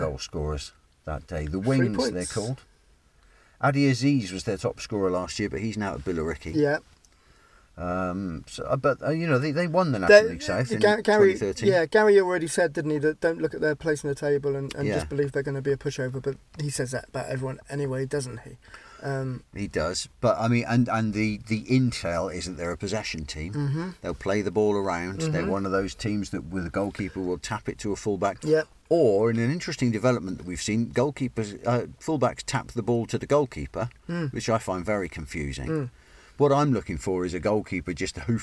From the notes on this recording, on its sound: car outside Plainmoor